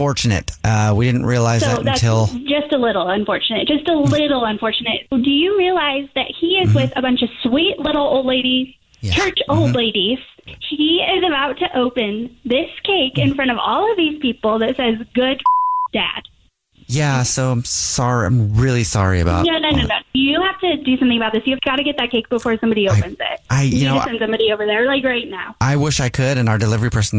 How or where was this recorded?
phone line